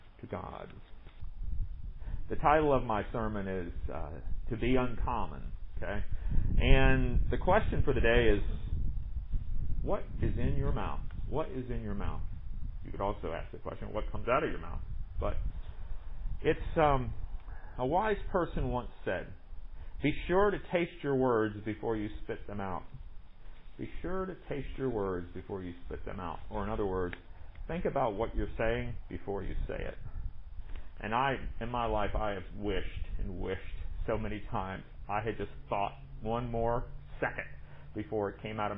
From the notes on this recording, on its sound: Recorded at MPPC on Sunday, August 16, 2020, under the pavilion.